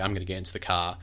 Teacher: We don't pronounce the R after vowels. · Term: non-rhotic